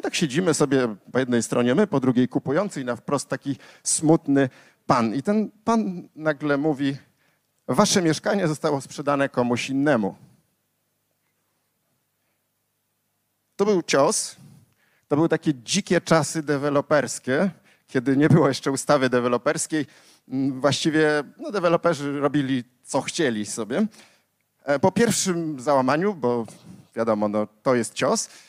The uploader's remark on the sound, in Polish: Odcinek jest nagraniem wystąpienia z Weekendu Kapitalizmu - trzech dni celebracji wolności, niezależności i dobrego biznesu; prelekcji, debat i pokazów filmowych. Warszawskim Teatrze Palladium.